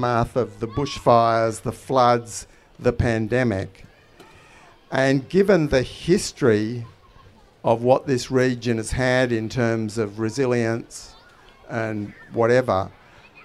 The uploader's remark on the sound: This episode is the final live headline conversation from Renew Fest in May